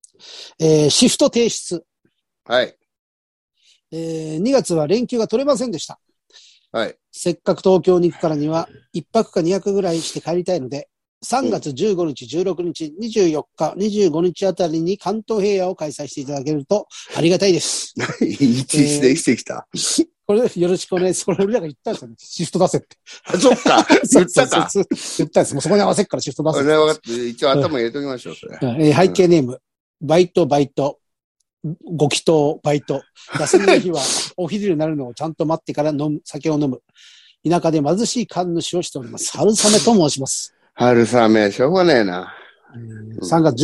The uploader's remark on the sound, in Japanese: ZOOMで収録